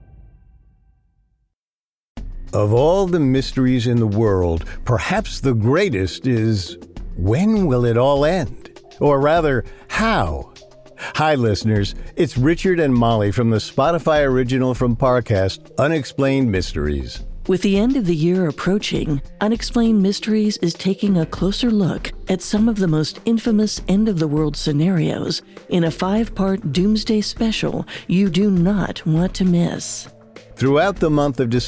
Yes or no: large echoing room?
no